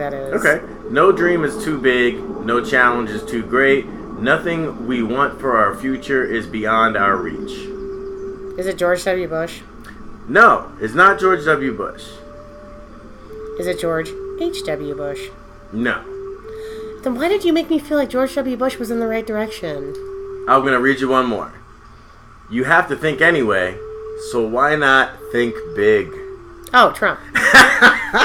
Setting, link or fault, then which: fault, sounds in the background